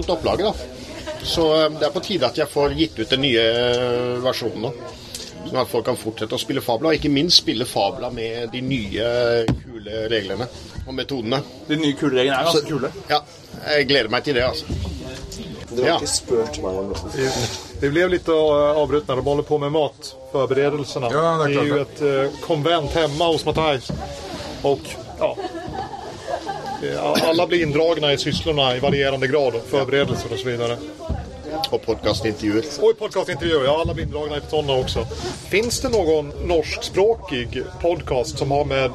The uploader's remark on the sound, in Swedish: När jag var på Holmcon spelade jag in ett samtal. Vi satt på verandan med ett gäng brädspelare, det blåste rejält, ljudkvaliteten är med andra ord fruktansvärd.